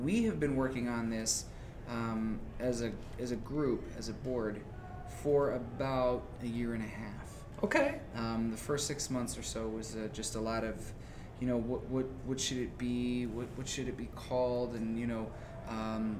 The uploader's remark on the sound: Live at Anime Magic 2019 Interview.